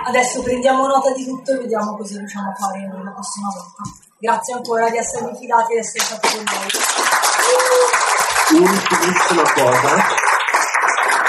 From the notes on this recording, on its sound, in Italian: Live Parte Due. In live dal Play di Modena, la qualità non è il massimo ma il divertimento è assicurato.